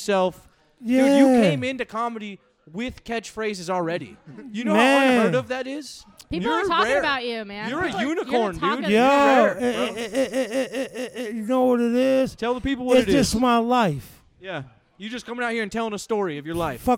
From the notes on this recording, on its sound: Back at it again Live from the Off The Deep End headquarters -none other than House of Bards! For our Comedy Open Mic night here in Tucson Arizona!